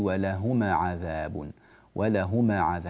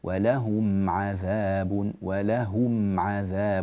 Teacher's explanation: في قوله تعالى ولهم عذاب، لا تقول ولهما عذاب، ولهما عذاب، هكذا قلقلت الميم، والميم لا تقلقل، ولهم عذاب، ولهم عذاب، هكذا احرص على ثبات سكون الميم · Shown in: second take